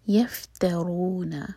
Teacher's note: را پر دومہ ہے، را منہ بھر کر پڑھا جائے گا